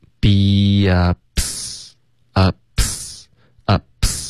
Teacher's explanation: 你要直接爆破一个 p 的音进去这个 s 的音